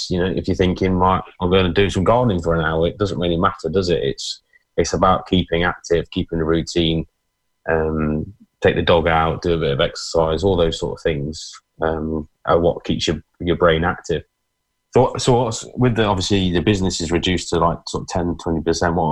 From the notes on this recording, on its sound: talking to you via a Zoom video link!